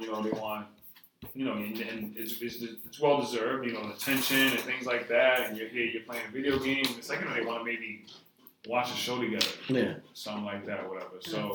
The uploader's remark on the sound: Please excuse the audio as always...